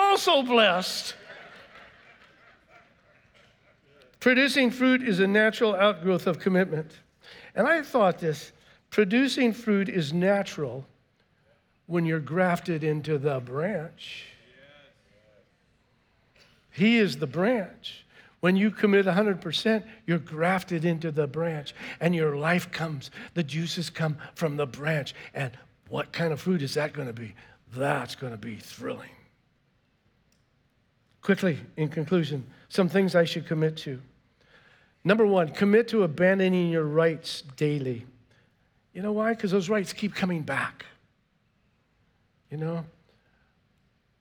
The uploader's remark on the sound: was preached on March 13th at the 10AM service